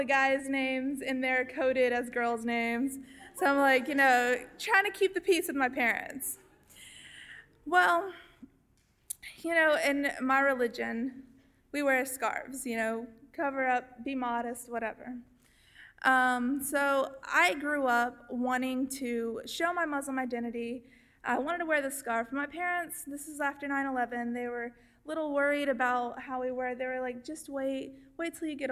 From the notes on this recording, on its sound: Stepped onto the stage of the Woman's Department Club in Shreveport to share her story during "All Y'all Live: Ladies Night". Our audience heard first-hand.